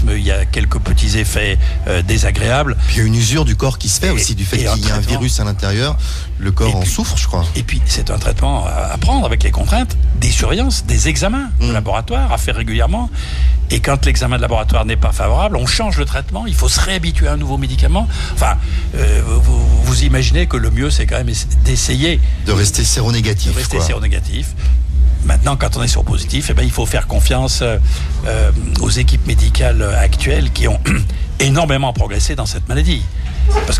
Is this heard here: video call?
no